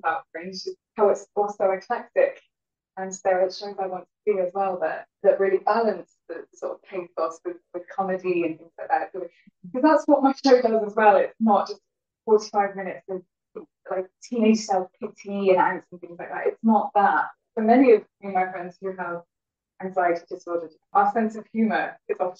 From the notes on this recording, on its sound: First timers at the Camden Fringe. Apologies for the slightly dodgy sound quality on this one.